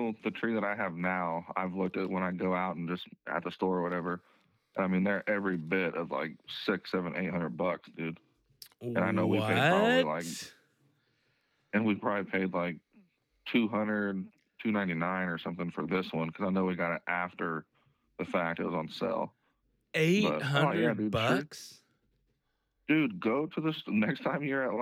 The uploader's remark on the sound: On this episode we had to do another phone interview due to being snowed in.